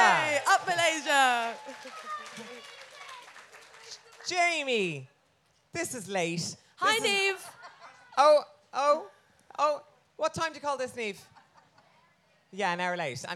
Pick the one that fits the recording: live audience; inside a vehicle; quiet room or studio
live audience